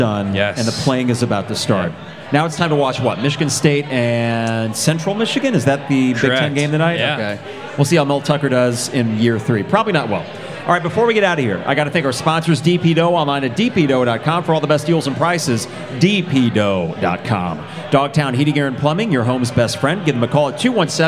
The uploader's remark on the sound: Live from Pour Bros. Craft Taproom